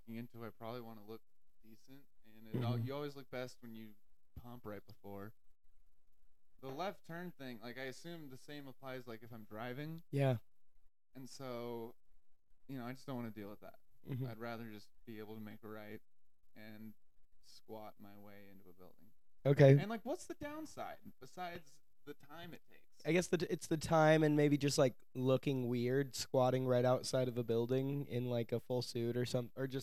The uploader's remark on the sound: Unfortunately there was a lot of trouble with the audio, so I had to cut the majority of the episode. Don't use headphones.